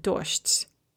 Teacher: that soft de at the end is going to be pronounced as a te, and then it's going to devoice the zh as well, which will become a sh · Term: devoiced